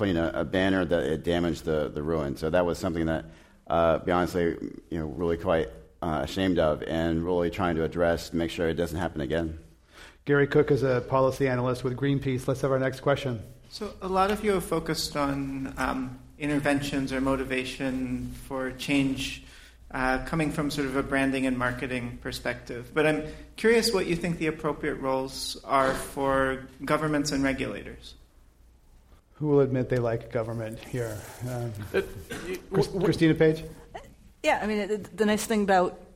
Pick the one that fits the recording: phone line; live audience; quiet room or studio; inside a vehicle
live audience